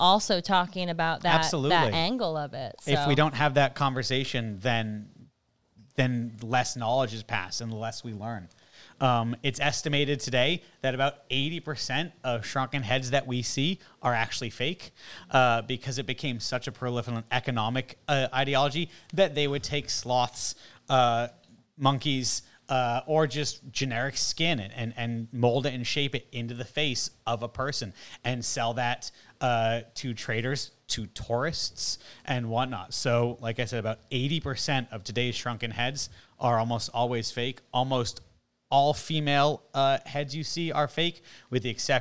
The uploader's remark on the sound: LIVE from Diehl Marcus & Company on July 11th